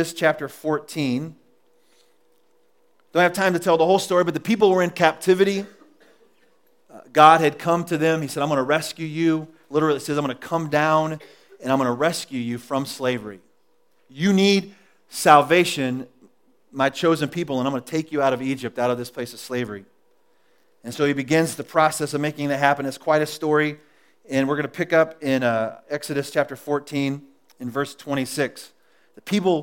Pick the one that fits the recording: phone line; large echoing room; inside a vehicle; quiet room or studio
large echoing room